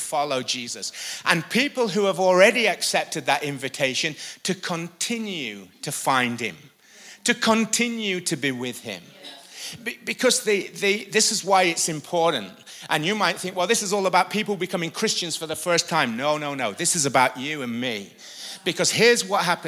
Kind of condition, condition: setting, live audience